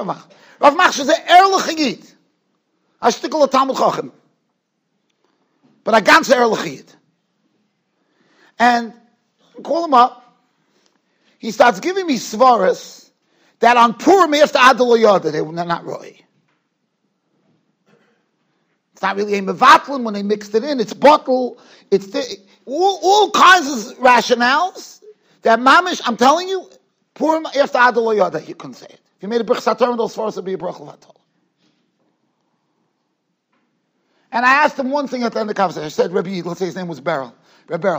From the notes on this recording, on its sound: Shiur recorded in Yeshivas Ohr Reuven, Monsey, NY.